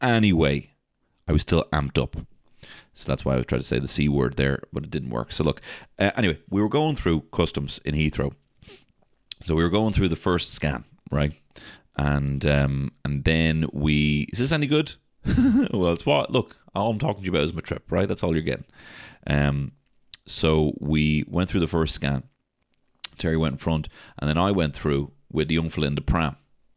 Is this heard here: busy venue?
no